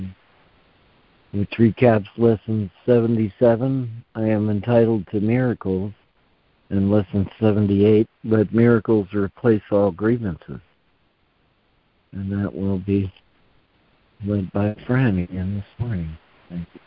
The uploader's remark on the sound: ACIM Daily Conference Call.